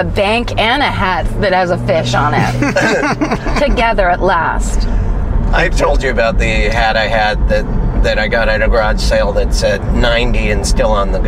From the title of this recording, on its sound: In the Car